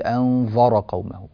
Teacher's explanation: أن نرقق حرف الذال جاء بعد هذه الذال راء مفخمة أنذر بعض الناس يفخم الذال بسبب مجاورتها لهذه الراء المفخمة فيقول أنذر قومه الذال إذا فخمت تصير ظاء أو قريبة من